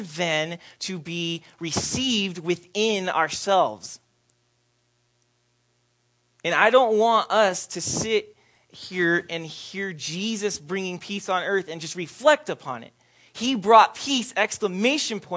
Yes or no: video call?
no